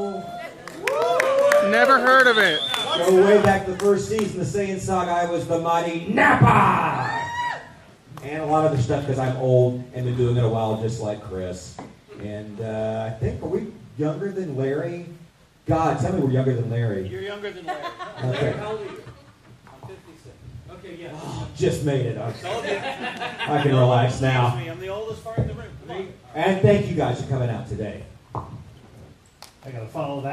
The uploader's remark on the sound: Today we're taking you into the Voice Actor Panel at Ba-Con 2023, hosted in Pasadena, Texas. This is quite a large gathering of voice actors from across anime, cartoons, TV shows and everything in between.